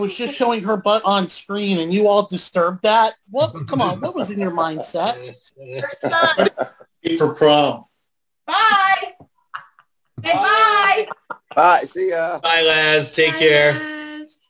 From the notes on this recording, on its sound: For a Zoom show. Via a cellphone!